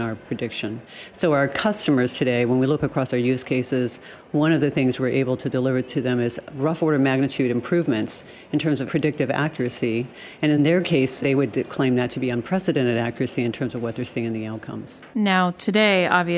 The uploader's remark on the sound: joins us live from Intel AI Day in San Francisco.